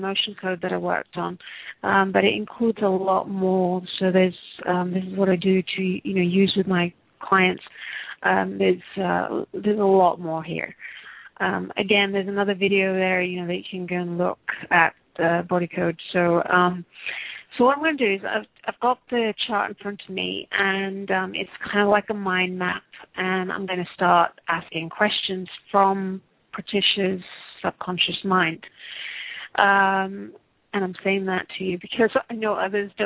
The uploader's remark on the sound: Takes your calls for healing live today!